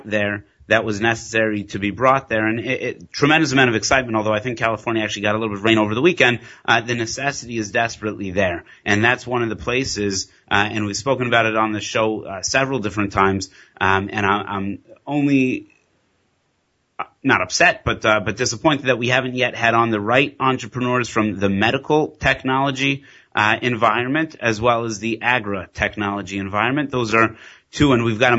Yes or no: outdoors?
no